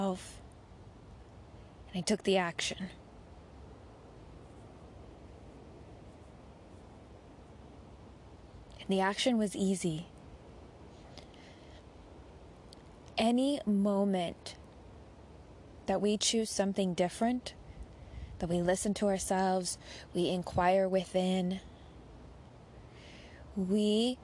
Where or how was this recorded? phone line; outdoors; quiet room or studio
outdoors